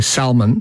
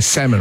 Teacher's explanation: I mean, again, in Scotland, they say salmon, and we say salmon. We drop the L. · Shown in: second take · Term: L drop